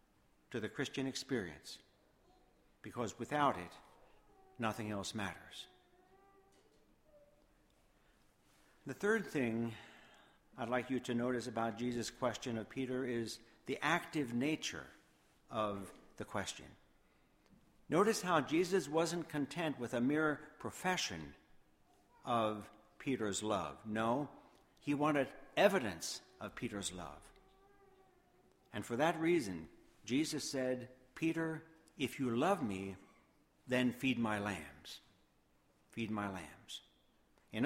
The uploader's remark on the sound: Sermon Audio from Woodbury Church of the Brethren.